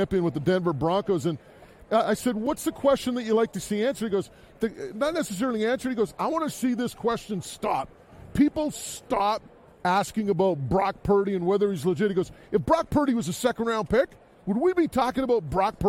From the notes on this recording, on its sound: live from Radio Row in Las Vegas